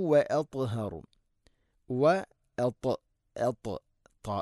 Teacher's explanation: خير لكم واطهر واط اط ط എന്ന ഉച്ചാരണം ശ്രദ്ധിക്കണം. ഇത്ബാഖ് എന്ന സിഫത്ത് നിർബന്ധമായിട്ട് കൊണ്ടുവന്നാലാണ് ആ ഒരു ശബ്ദം ക്ലിയർ ആവുകയുള്ളൂ